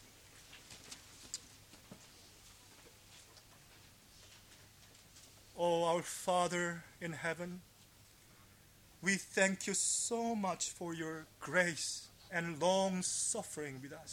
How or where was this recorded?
large echoing room